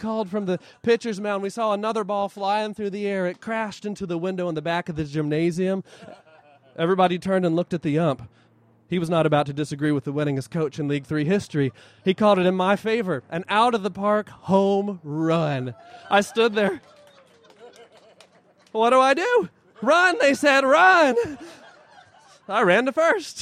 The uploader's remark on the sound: tales at the PowellsWood Storytelling Festival in Federal Way, Wash.